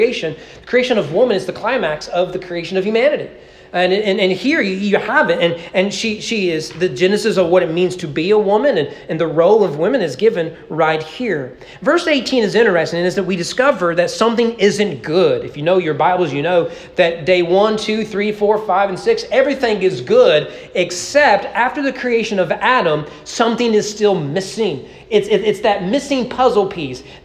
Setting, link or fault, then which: setting, large echoing room